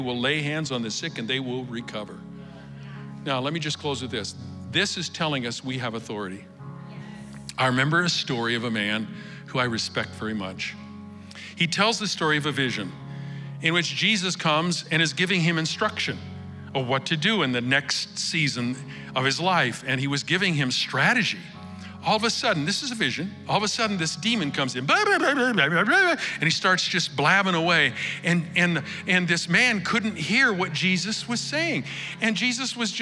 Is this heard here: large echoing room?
yes